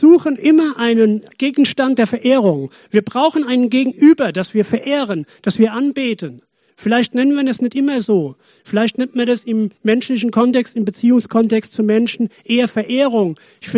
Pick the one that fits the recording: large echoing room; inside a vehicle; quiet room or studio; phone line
large echoing room